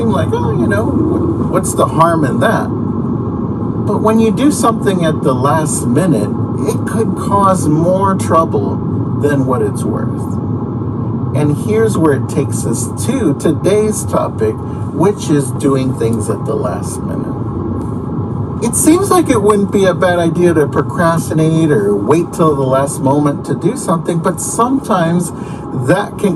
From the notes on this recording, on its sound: The re-recorded audio has somewhat loud background noise. Please excuse the sound as I was in my car driving to work when I did this.